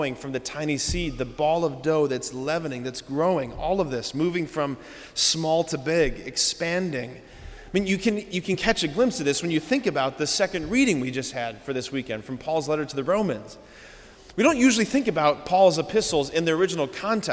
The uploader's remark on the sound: preached this homily on July 23, 2023 at Sacred Heart of Jesus Catholic Church in Wadsworth, OH.